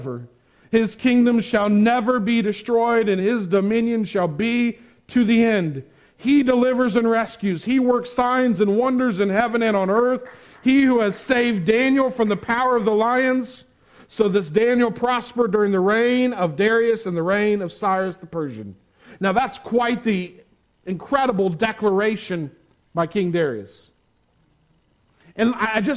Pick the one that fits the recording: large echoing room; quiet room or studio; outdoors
large echoing room